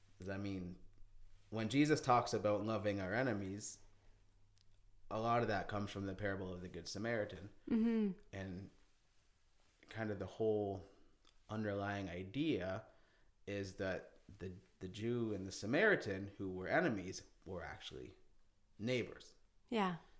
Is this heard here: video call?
no